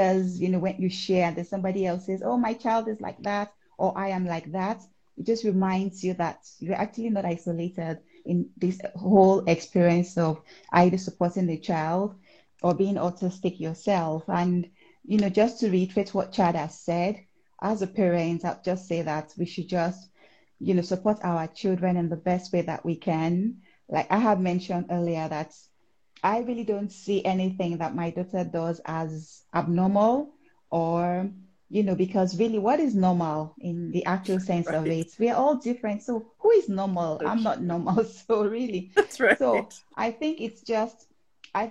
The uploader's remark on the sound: Instagram Live episode